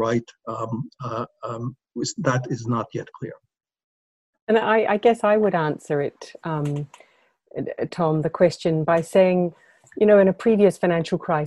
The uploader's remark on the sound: we share exclusive audio from our first ever webinar for subscribers, held last Friday